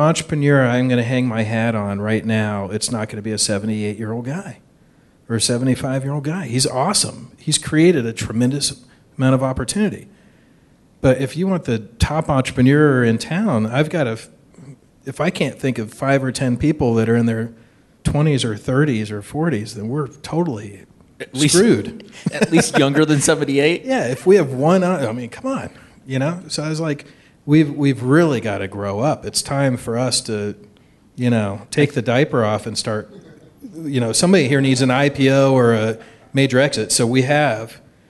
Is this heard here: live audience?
yes